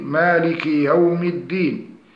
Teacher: فيلزم تحقيق كسرة الكاف من غير إشباع حتى لا تأكلها كلها أو بعضها الياء، وحتى لا يتولد بعدها ياء مدية. وكذلك في الضمة التي